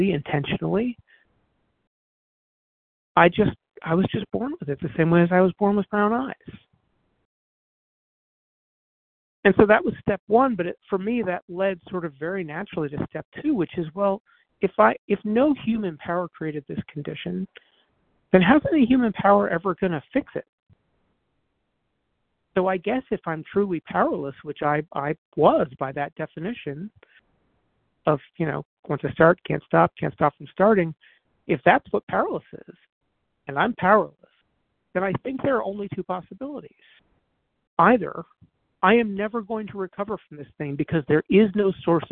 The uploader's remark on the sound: 100 Pounders Phone Meeting